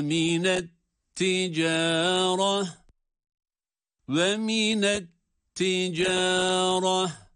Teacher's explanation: Burada da etticareh diye sondaki ta harfini duruş halinde ha sesiyle duruyoruz